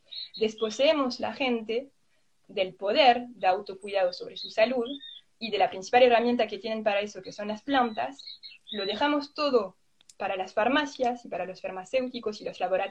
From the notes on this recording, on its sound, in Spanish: Audio de la charla en vivo por Instagram